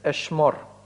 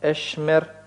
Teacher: При присоединении глагольного суффикса «холем» во втором слоге редуцируется до «шева». · Shown in: second take · Получается «эшмер».